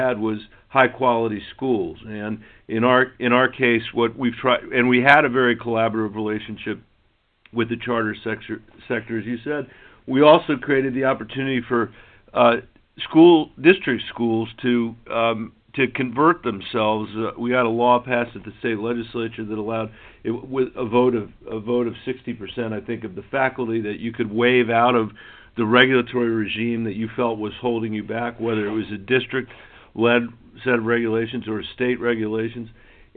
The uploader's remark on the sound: conference call with business leaders both from Colorado and across the country